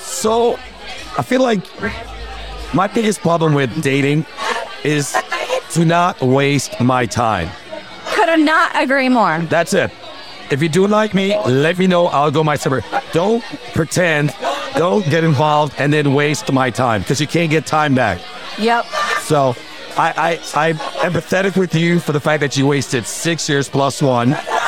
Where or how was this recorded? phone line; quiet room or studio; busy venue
busy venue